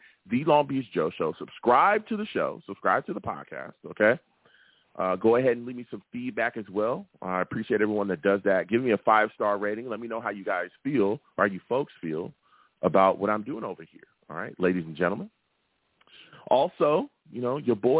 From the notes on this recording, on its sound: I take live callers!